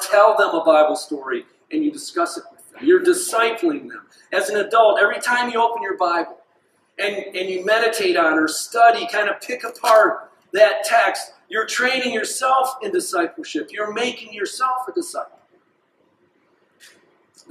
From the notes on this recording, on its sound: This sermon was delivered on January 21st, 2024 at Grace Church in Granger, Indiana.